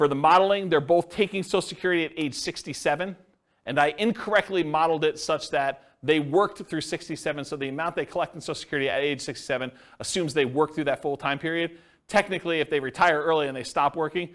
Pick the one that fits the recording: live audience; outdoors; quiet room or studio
live audience